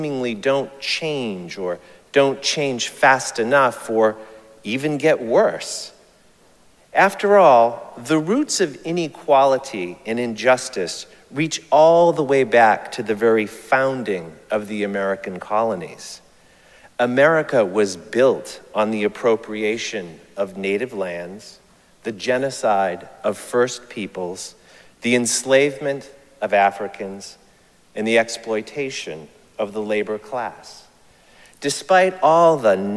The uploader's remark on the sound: Recorded live at Arlington Street Church, Sunday, June 18, 2023.